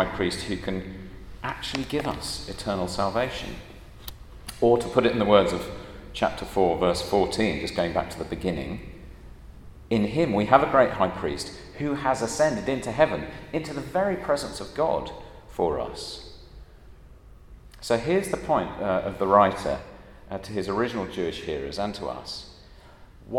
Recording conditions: large echoing room